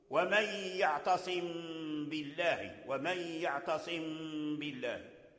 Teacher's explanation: إذن هذا هو القلب، أولا تقلب ثم تخفى عند الباء، تخفى عند الباء، ثم لما أخفيت الميم عند الباء جاءت الغنة، الغنة الموجودة ما هي غنة الباء، غنة الميم، لأن الباء كما ذكرنا لا غنة فيها. · Term: إخفاء